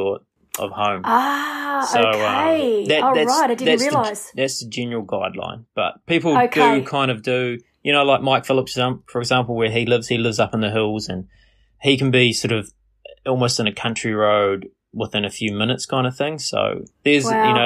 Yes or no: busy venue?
no